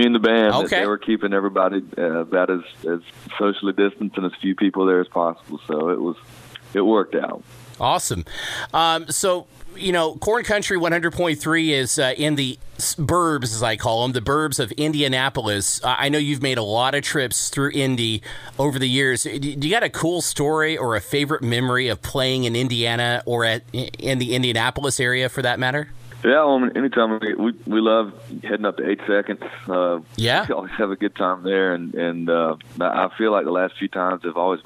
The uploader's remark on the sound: calls into the … In The Morning show